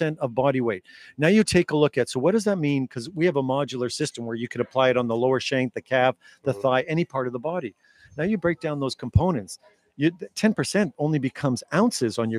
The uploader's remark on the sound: LIVE from the Prefontaine Classic 2023 (Diamond League Finals). We went LIVE at Hayward Field for the Pre Classic 2023, thanks to our friends at TrackTownUSA.